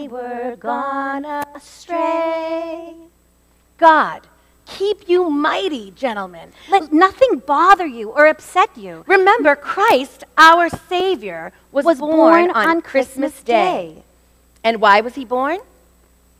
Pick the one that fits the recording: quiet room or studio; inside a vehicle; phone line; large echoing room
large echoing room